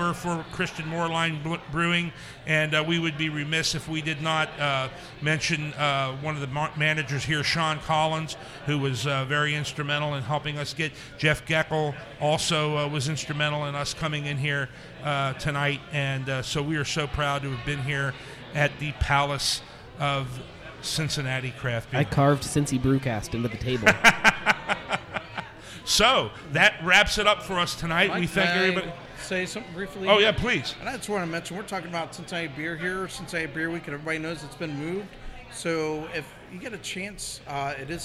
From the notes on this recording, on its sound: Live At The Moerlein Lager House. From the beautiful Moerlein Lager House in Smale Riverfront Park in Downtown Cincinnati, it’s a very special Live edition of Cincy Brewcast.